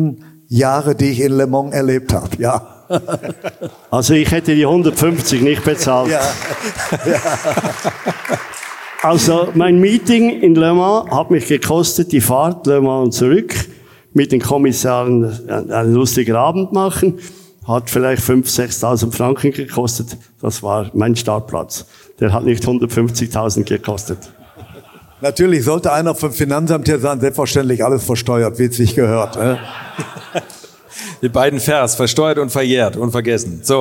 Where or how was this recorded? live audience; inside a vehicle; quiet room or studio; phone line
live audience